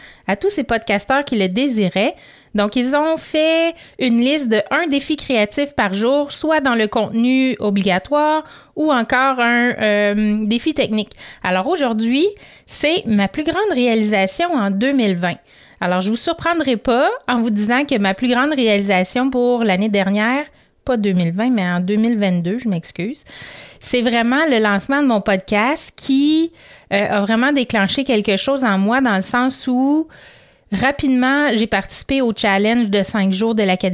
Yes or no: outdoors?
no